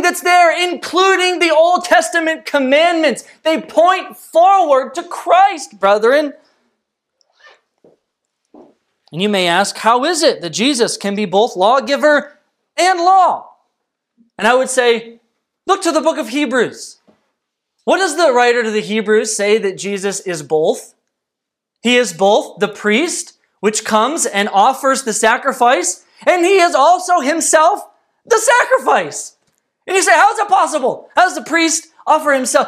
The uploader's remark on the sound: This message was delivered on November 22nd, 2020 at Redeemer Community Church.